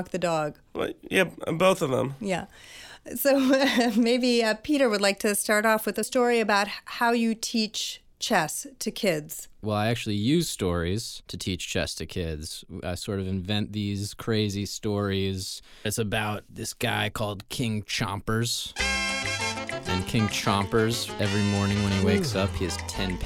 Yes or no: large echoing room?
no